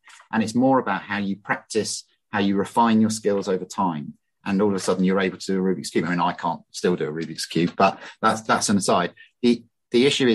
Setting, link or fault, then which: link, video call